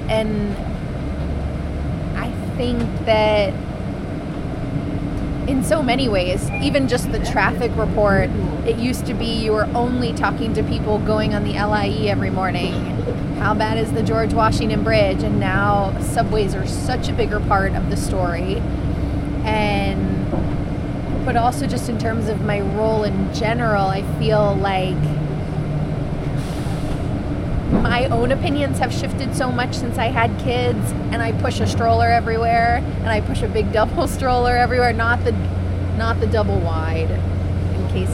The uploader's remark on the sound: on board the M14 crosstown bus